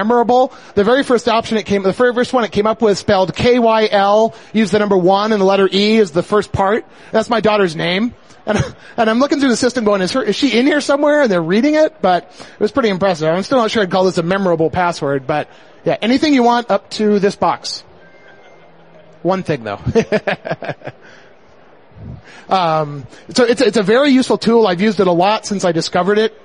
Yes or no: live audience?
yes